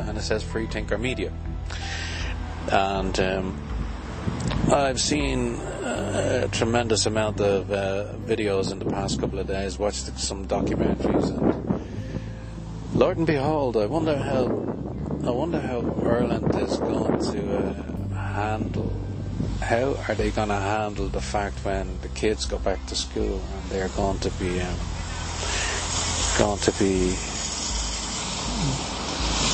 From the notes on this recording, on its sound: with a talk in a beautiful local park on a sunny afternoon